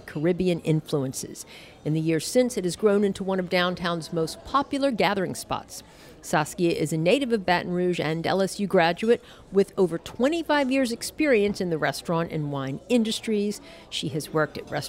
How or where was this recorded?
busy venue